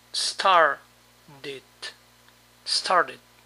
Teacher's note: Para pronunciar la segunda forma, es bueno imaginar que la T suena como nuestra D, aunque un poco más suave